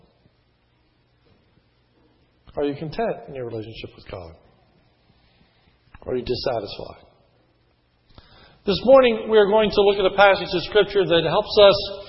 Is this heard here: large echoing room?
yes